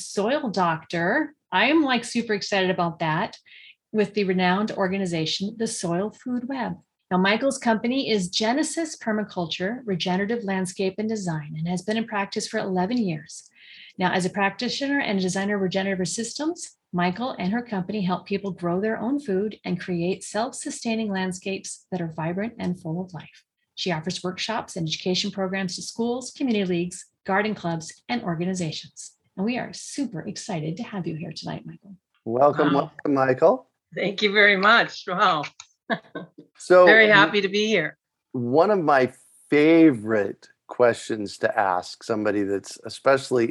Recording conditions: video call